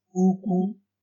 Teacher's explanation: And that is when it's high tone and high tone. Same tone twice.